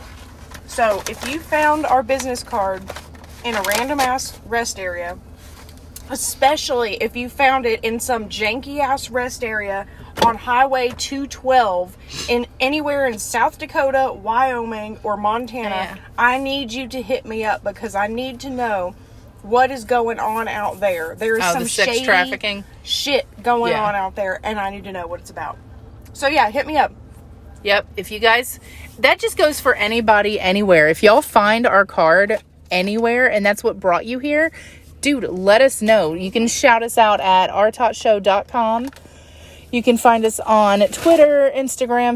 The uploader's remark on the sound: Live from a chick fil a parking lot somewhere